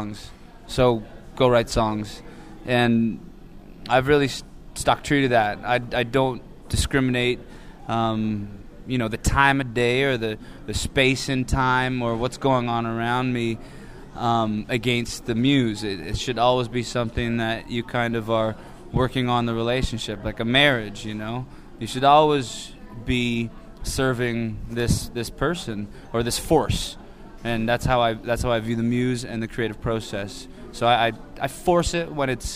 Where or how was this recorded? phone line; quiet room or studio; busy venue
busy venue